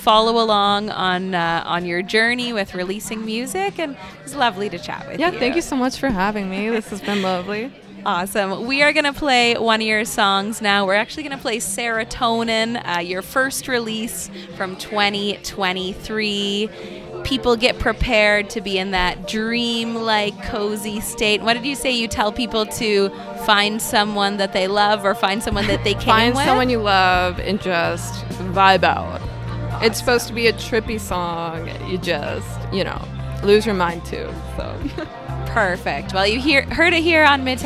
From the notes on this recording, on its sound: Broadcast live from Grand Trunk Saloon in Downtown Kitchener.